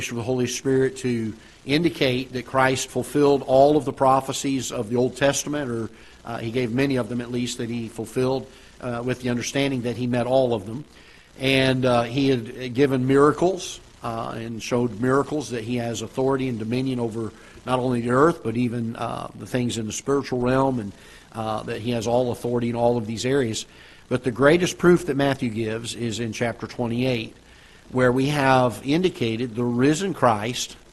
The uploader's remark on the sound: Ketha Heights Baptist Church ~ Live Broadcast